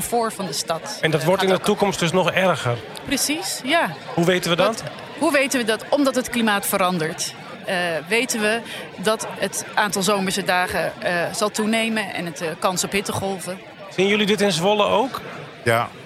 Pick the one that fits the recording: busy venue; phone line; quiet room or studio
busy venue